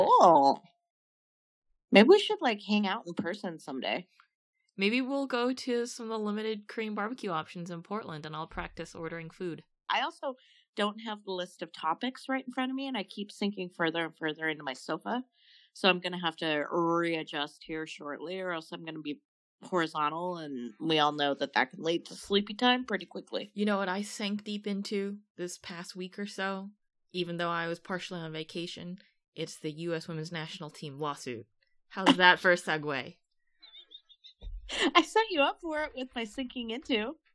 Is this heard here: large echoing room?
no